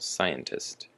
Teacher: the emphasis is on the first syllable